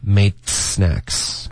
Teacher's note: made 结尾舌尖要顶上颚